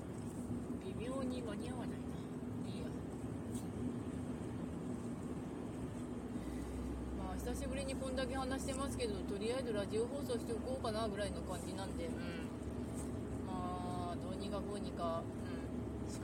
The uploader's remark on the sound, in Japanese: 運転しながら帰り道の配信 from Radiotalk。